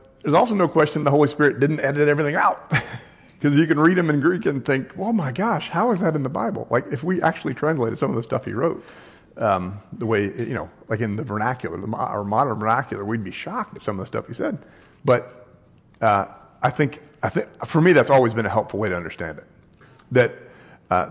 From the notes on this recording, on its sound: This podcast is a recorded version of a live class here at Christ United. Live on Sundays at 3101 Coit Road, Plano, TX.